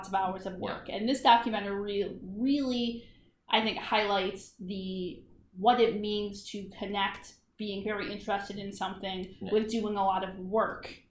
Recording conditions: poor microphone